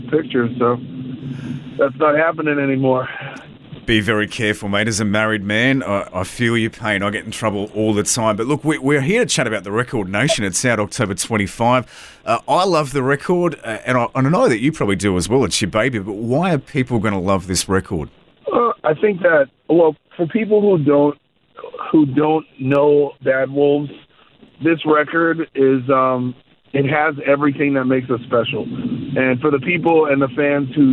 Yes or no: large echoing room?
no